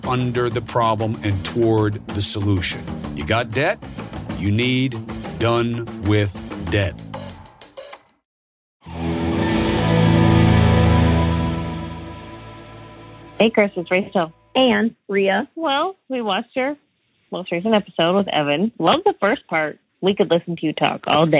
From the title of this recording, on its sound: Listener Calls